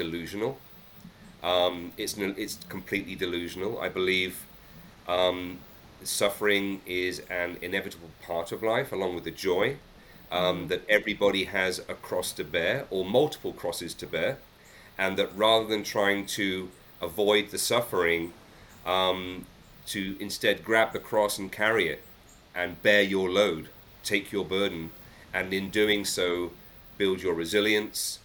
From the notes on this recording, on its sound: I apologize for the slight background noise, as we needed to record this podcast remotely.